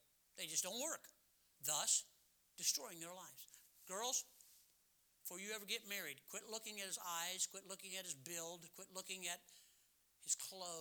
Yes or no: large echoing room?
yes